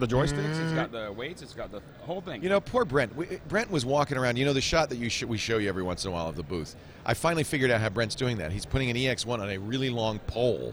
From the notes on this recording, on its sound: Live from NAB Show 2011